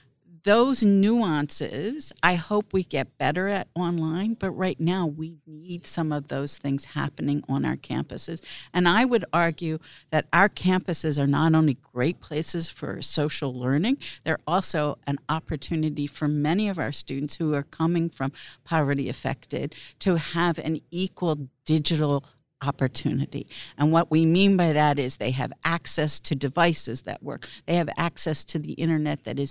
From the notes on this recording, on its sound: This special live episode was recorded on the show floor at the Times Higher Ed Digital US Event held at Illinois Tech in Chicago.